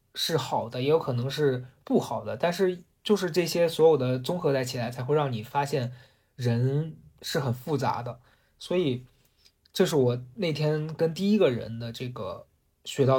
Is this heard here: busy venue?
no